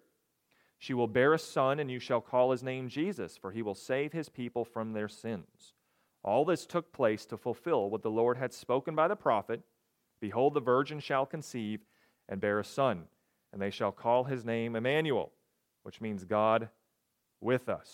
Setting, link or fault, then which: setting, large echoing room